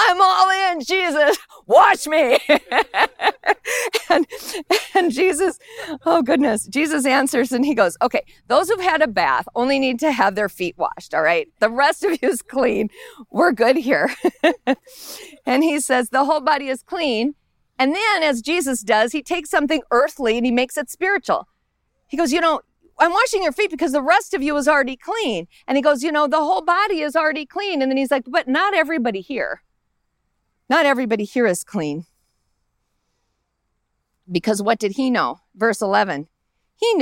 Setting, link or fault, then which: setting, outdoors